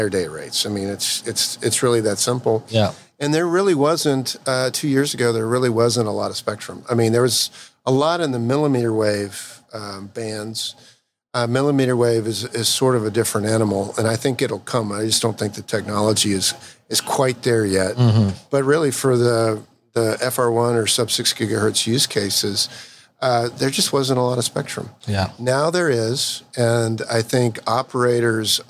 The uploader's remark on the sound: Taking place at the Mobile World Congress 2021 in LA